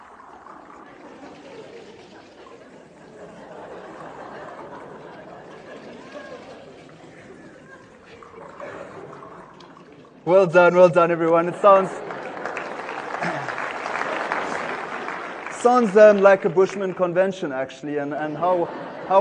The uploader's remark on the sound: In this talk from TEDxCapeTownED 2012. By the end, his passionate talk has the TEDxCapeTownED audience on their feet, dancing in appreciate of this energetic and amusing talk.